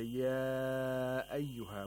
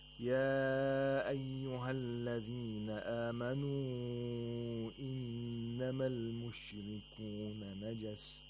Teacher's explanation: So if we say, Ya ayyuha, we lengthen the mad to four vowel counts, you have to lengthen all the mad munfasils in our recitation to four vowel counts.